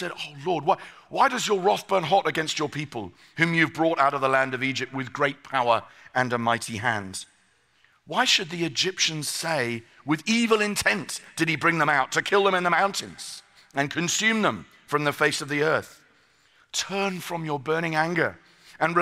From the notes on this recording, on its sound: Today’s episode features a keynote message from TGC’s 2023 conference.